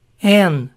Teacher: Y en conversación se oye mayormente como an, como si la D final se omitiera. Suena como la letra N.